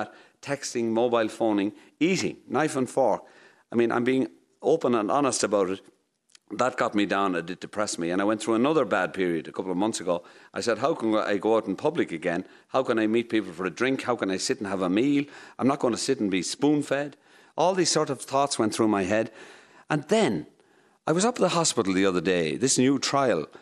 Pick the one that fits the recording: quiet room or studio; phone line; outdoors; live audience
live audience